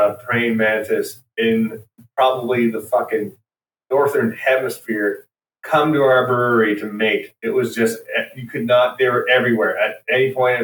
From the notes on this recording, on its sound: This episode is fraught with technical difficulties.